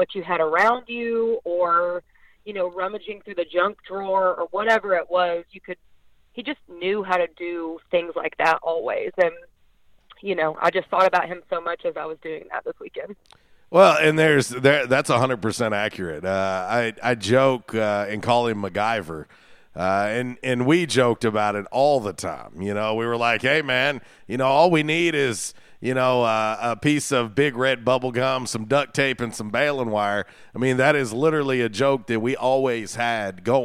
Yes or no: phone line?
yes